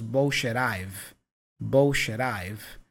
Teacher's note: the T for bullshit is joined with the I for I've, with a flap sound